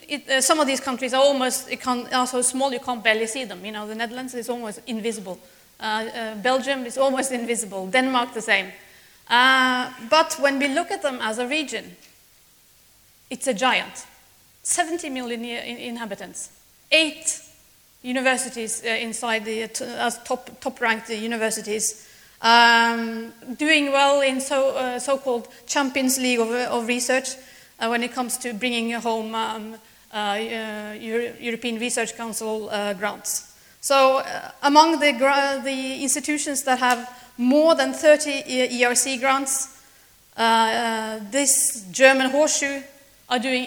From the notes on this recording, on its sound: speaks at SRHE Annual Research Conference 2016